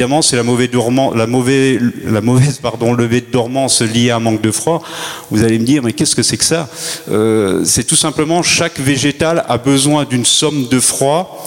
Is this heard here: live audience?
yes